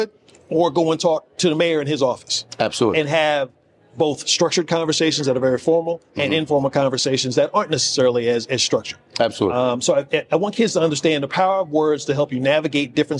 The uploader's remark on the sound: broadcasting live from the prestigious National Alliance of Black School Educators (NABSE) Conference.